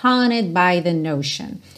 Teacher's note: Só que esse T dela quase não soa. É como se ela tivesse ligado o ED direto no N.